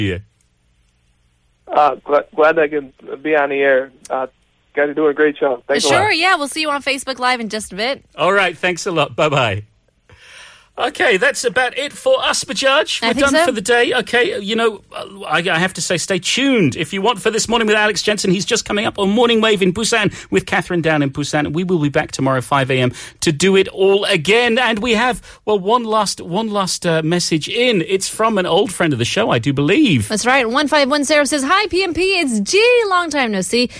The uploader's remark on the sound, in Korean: 청취자 전화연결